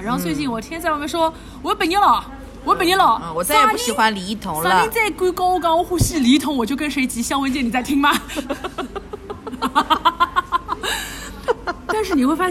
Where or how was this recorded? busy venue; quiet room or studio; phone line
busy venue